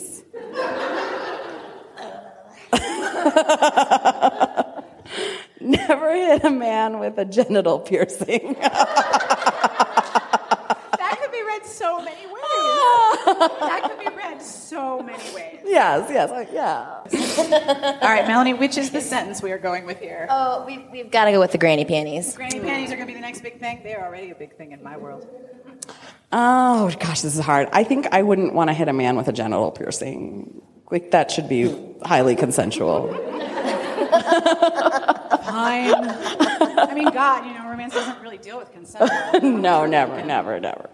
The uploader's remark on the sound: Our Live Show at RWA! Thank you to everyone who attended and joined in the game!